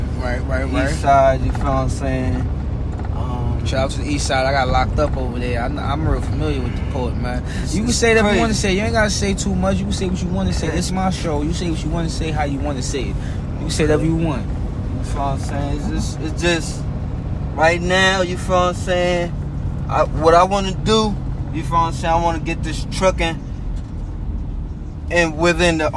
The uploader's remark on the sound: Live From Atlanta Most Prolific Records Is Out And About In The Peachtree City Getting a Bit Of Southern Hospitality While On The Go.